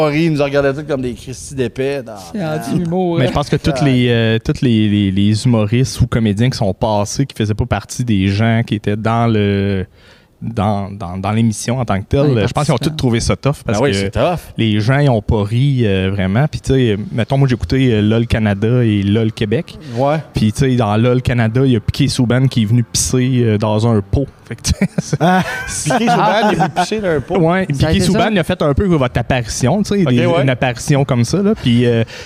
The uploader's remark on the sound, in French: Nous avons enregistré l'épisode au Théâtre des Esker d'Amos.